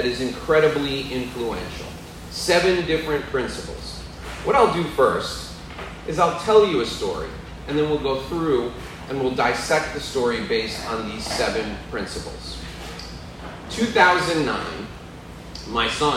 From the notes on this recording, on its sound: This is a live presentation I did in front of an audience of professionals in Hallandale Beach, Florida.